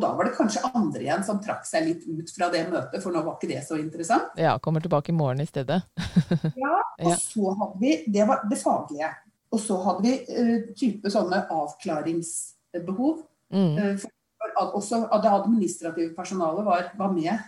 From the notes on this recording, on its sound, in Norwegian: Når alle er på hvert sitt hjemmekontor. Beklager litt dårlig lyd.